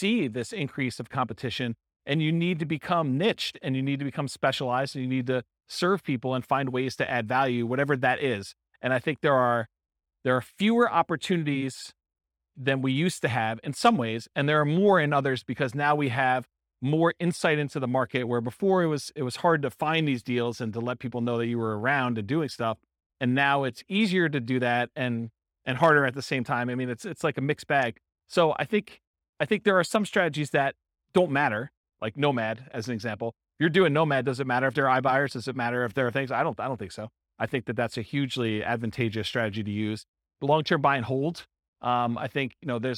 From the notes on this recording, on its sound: This was a live class recorded